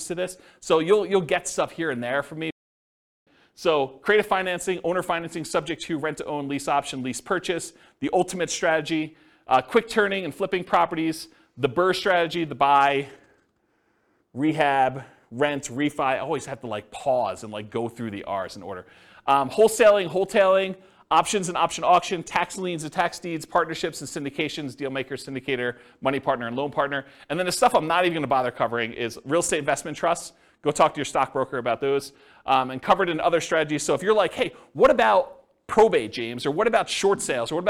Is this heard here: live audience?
yes